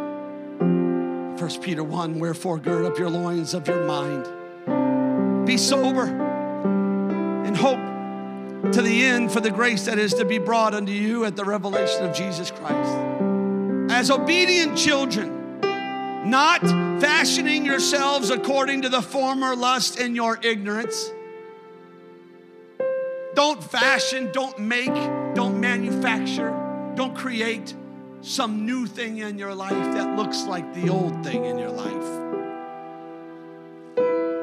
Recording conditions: large echoing room